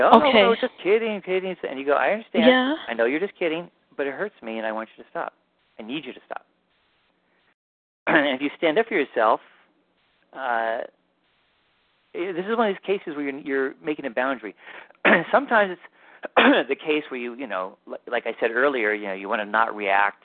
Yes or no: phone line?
yes